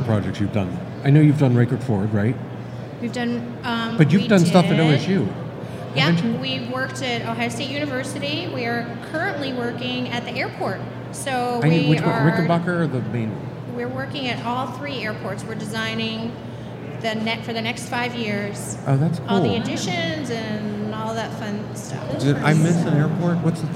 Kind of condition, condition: setting, busy venue